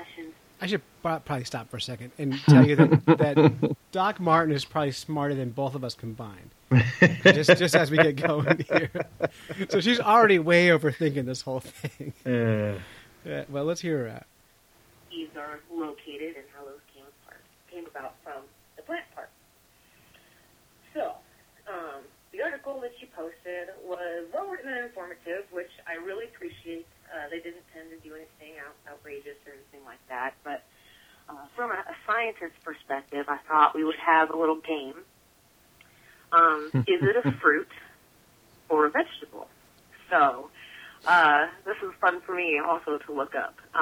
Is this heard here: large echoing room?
no